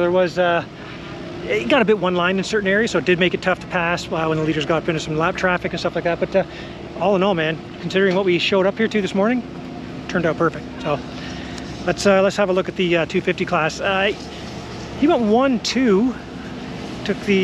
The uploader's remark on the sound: Walk And Talk | 2023 Canadian Motocross Nationals at Sand Del Lee